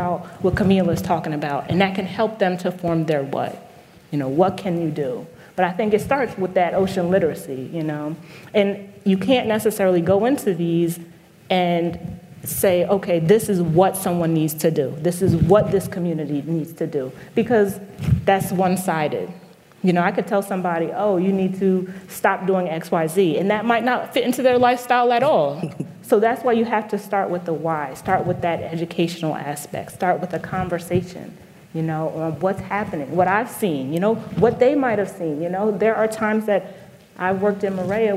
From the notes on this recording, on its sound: A panel discussion. It was recorded in front of a live audience at Grace Farms in New Canaan, CT.